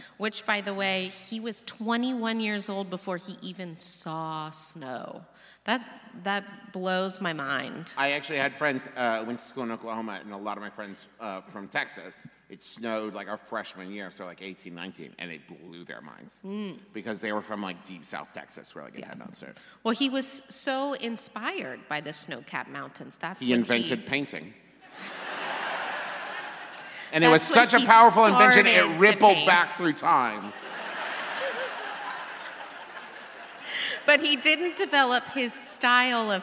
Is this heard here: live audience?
yes